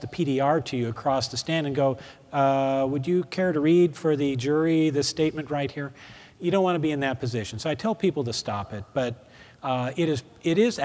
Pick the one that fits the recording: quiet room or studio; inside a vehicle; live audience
live audience